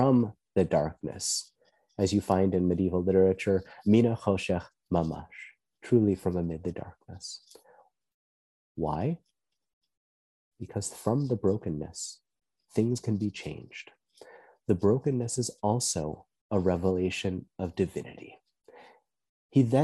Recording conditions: video call